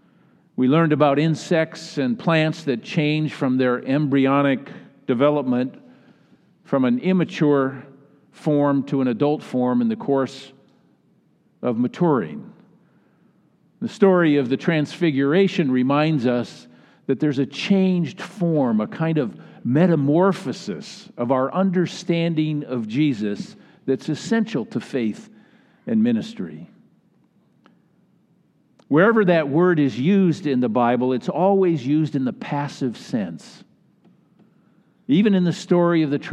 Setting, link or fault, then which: setting, large echoing room